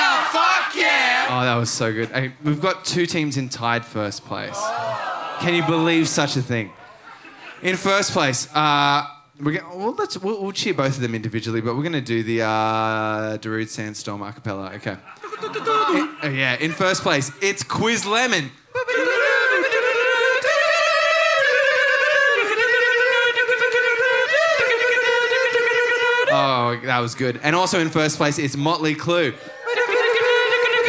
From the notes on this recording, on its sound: Recorded at The Corner on our May Tour!